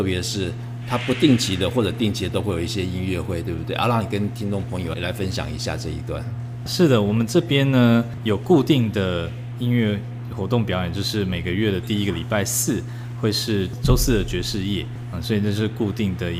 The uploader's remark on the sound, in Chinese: 因在店面實地錄音，有環境噪音，敬請見諒